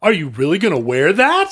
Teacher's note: The volume gives you the exclamation mark, and the rising intonation gives you the question mark · Term: rising intonation plus volume